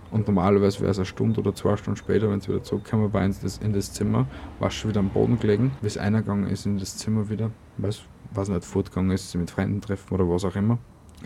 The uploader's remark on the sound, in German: Heute vom Balkon aus und mit ein paar Hintergrundgeräuschen, um es creepier zu machen.